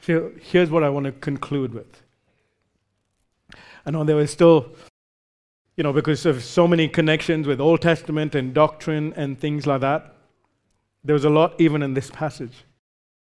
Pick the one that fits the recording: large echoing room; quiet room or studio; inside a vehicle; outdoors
large echoing room